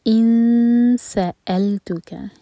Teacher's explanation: نون کی آواز کو چھپائیں گے اور سین کے لیے زبان تیار کریں گے · Term: اخفا